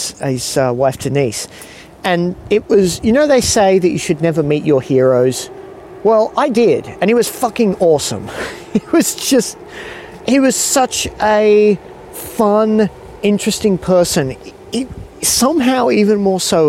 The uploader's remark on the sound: Recorded late one evening wandering around a park in Sydney. Recorded in Sydney, Australia.